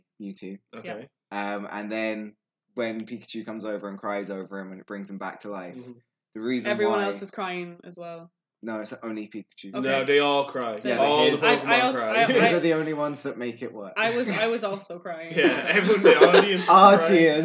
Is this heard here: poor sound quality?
yes